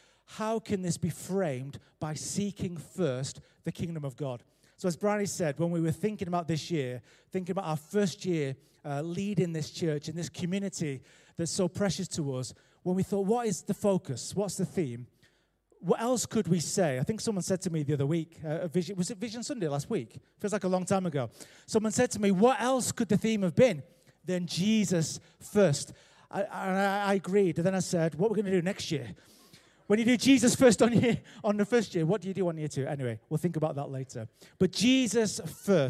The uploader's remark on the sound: Recorded live at Life Church Lancashire.